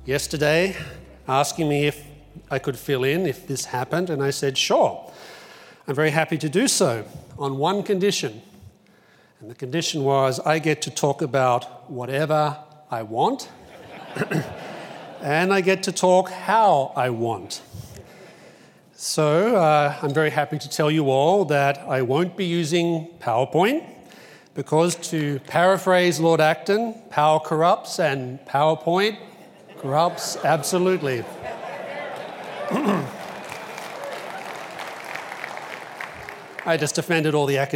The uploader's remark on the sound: Delivered the opening plenary lecture of Acton University 2017.